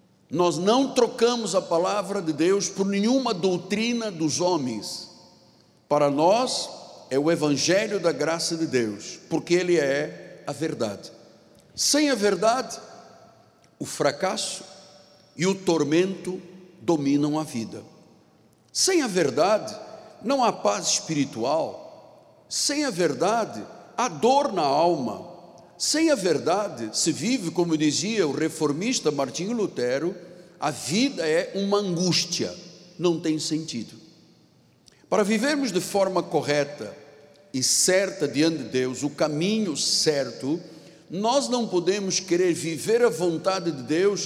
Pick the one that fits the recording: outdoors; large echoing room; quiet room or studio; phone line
large echoing room